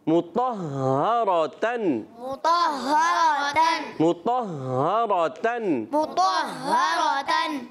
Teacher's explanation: یہ ہا کی ادائیگی رک کر تھوڑا رک کر جماؤ کے ساتھ کریں گے